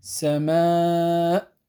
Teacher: هذه الألف المادية مرققة